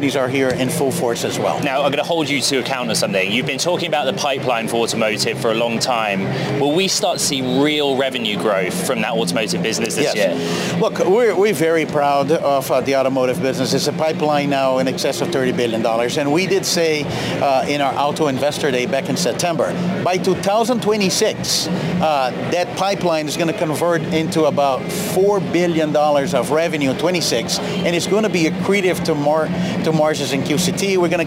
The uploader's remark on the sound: Live from CES Day Two. Live from CES in Las Vegas break down the latest in consumer technology from the biggest show there is.